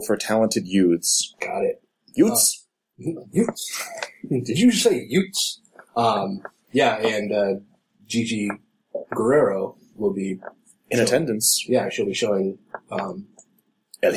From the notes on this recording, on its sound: We then re-recorded it, only to have a terrible clicking noise appear 20 minutes in and last throughout. We apologize for the quality and believe us when we say this won't happen again.